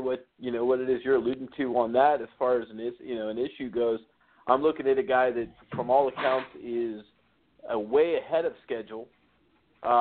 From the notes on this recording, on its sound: A SPECIAL CALL IN GUEST!!!!!